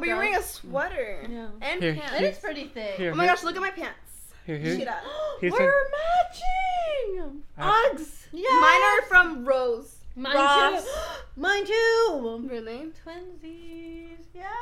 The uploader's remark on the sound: I would like to give an audio warning on this episode cause we get pretty loud.